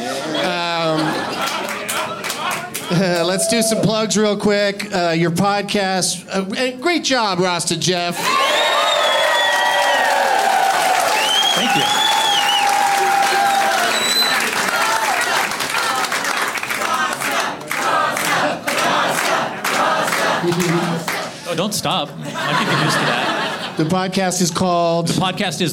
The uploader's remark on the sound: Live from Comedy Works in Denver